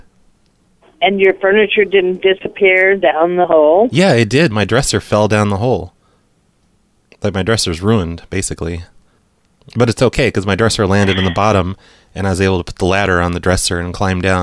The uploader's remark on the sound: Personal Prank Phone Calls Collection